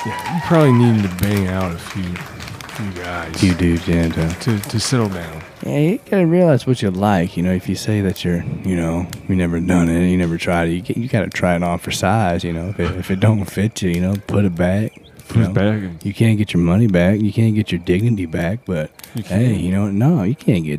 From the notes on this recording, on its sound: their small audience, as they smoke around the camp fire